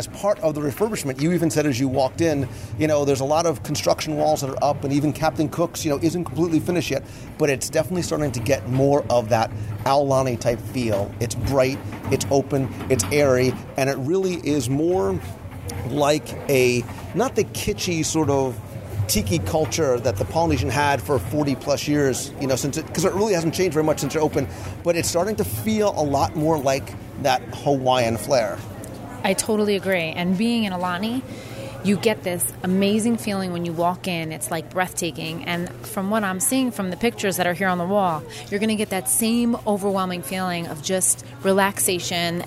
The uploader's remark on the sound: LIVE review of Captain Cook’s At Disney’s Polynesian Resort. I visit the newly reopened Captain Cook’s counter service restaurant at Disney’s Polynesian Resort in Walt Disney World and sample many (many) items from the new menu in this live restaurant review.